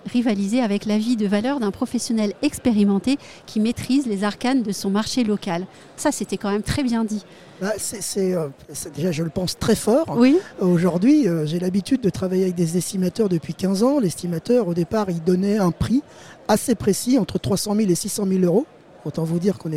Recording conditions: busy venue